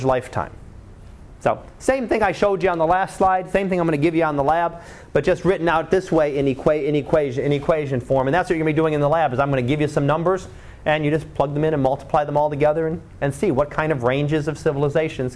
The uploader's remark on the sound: Live Class Lecture